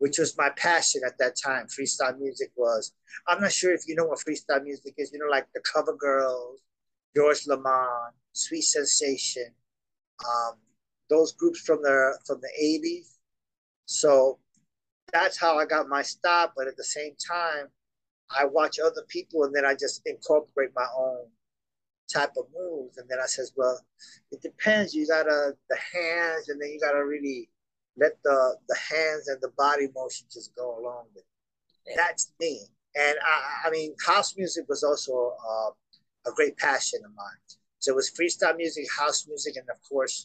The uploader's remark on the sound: Glamorous disco lights, ornately fun decorations and cocktail lounge furniture gives his apartment a festive, playful atmosphere. An atmosphere that made our zoom interview delightfully enchanting.